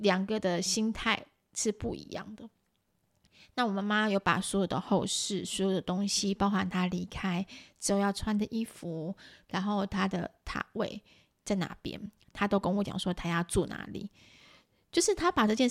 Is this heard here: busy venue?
no